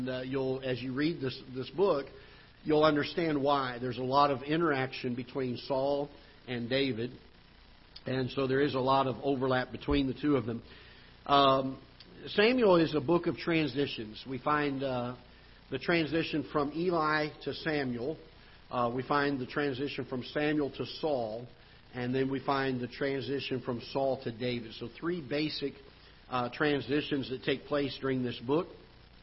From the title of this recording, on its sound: Ketha Heights Baptist Church ~ Live Broadcast